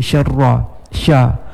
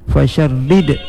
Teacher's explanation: Inilah huruf syajariyah, huruf yang di tengah-tengah lidah.